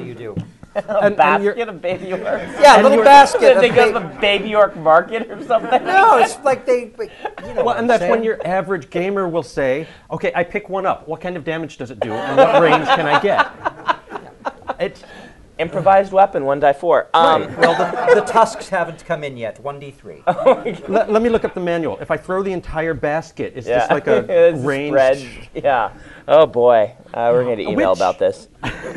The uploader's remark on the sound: In front of a live audience at Penguicon.